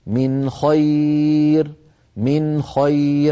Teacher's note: من خير نون ساكنة بعدها خاء، ونحن نعلم بأن النون الساكنة إن أتى بعدها حرف حلقي والخاء منها، أظهرت النون إظهارا من غير زيادة في الغنة، نقول هكذا من خير من خير، عادي كما يتكلم كل الناس.